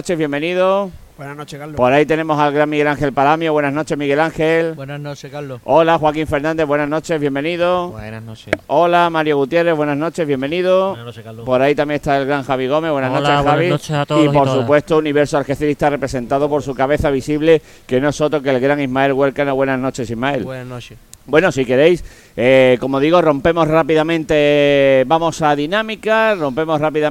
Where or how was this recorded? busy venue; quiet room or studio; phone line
busy venue